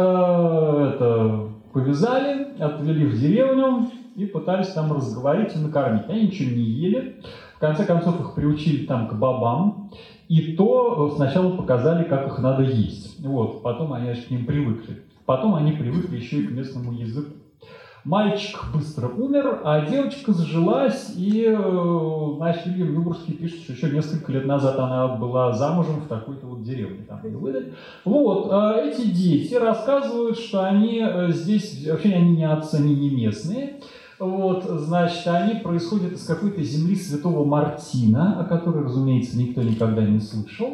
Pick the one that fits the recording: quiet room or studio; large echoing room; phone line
large echoing room